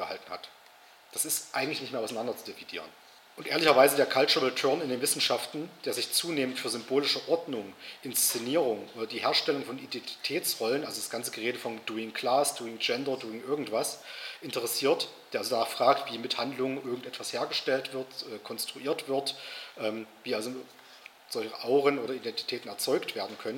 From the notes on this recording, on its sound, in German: Veranstaltet vom Alternativen Vorlesungsverzeichnis der Uni Halle Melanchthonianum Universität Halle, Hörsaal XXVIII.